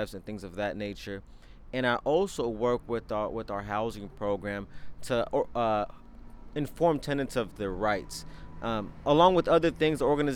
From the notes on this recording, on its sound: Tonight on Full Circle, First Voice takes it to the streets of Antioch in East Contra Costa County. Sounds from a housing rights protest at the Delta Pines apartments in Antioch.